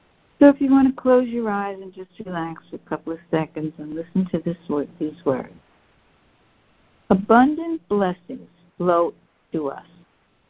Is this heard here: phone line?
yes